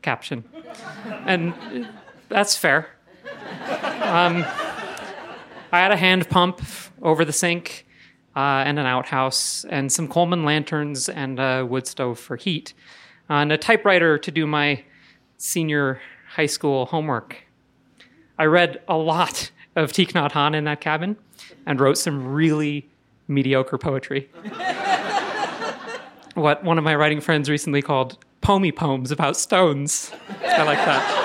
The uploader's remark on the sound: Told this story in front of a live audience at Buntport Theater.